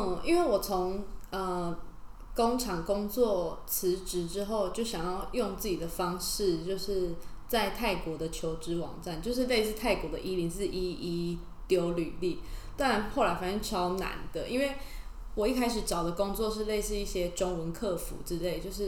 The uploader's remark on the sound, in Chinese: 這集因為錄音器材的關係有些雜訊還請各位聽眾多包涵